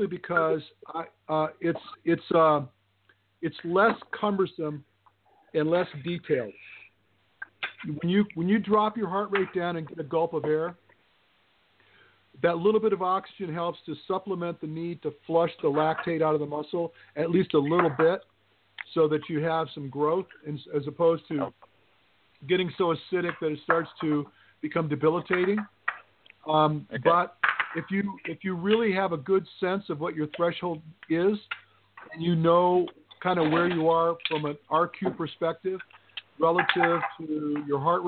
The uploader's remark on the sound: Open up the phone lines and take calls from YOU! For one hour LIVE!